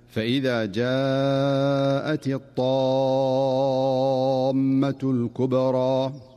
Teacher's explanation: فالطاء هنا حرف قوي مستعل مطبق، فلا تؤدى الطاء قريبة من التاء، لأن كل حرف صفته التي تميز بها.